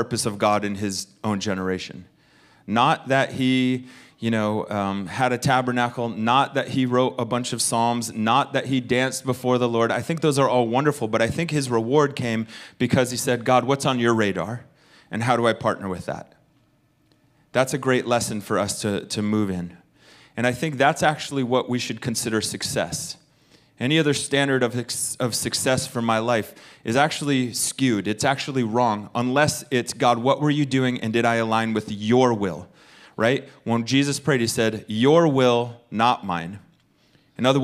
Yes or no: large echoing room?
yes